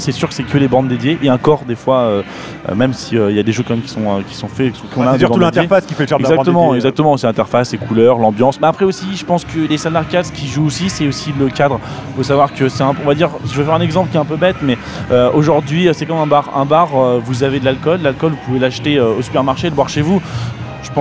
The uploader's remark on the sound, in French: Entrez dans ce podcast enregistré dans la folie d'un rassemblement de canards ! J'ai pu jouer les ingénieurs son.